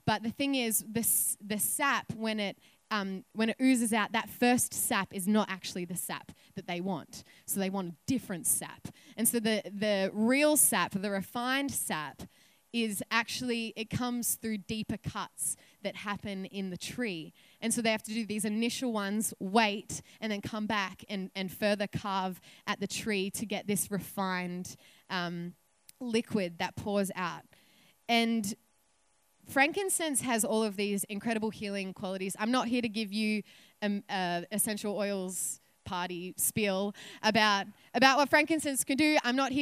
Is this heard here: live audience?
yes